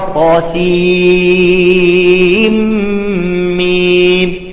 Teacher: نون مدغمة بالميم، إدغام بغنة، فصار عندي حرف مشدد